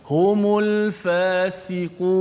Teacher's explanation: Huruf fa dia tak ada sofi tapi dia ada angin. Sin ada angin tapi sin lebih jelas daripada fa · Term: sifat safir